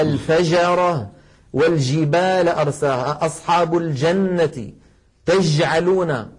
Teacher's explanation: هذه جيم عامية وليست فصيحة، مخرجها صحيح ولكن فاتها صفة من صفات الجيم الفصيحة وهي انحباس الصوت أي صفة الشدة. هذه الجيم الدال أد، جرب أخي في بيتك أد، تجد بأن الصوت قد انغلق تماما.